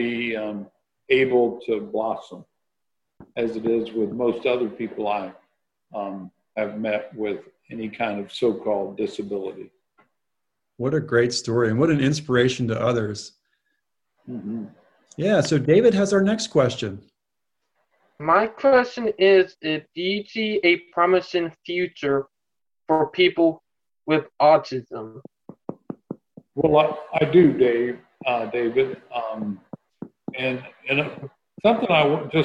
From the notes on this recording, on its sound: Joined the ANN crew for a group interview over Zoom.